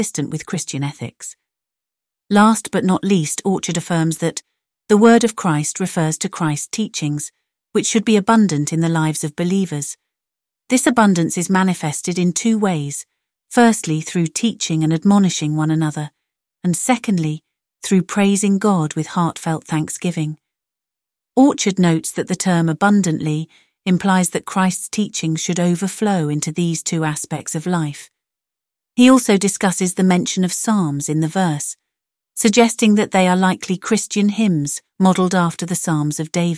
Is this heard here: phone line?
no